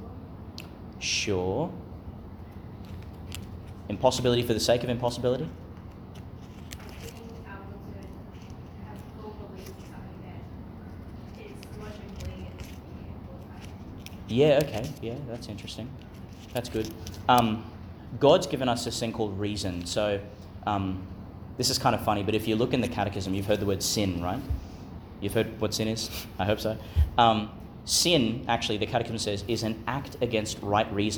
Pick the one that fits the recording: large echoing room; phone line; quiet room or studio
large echoing room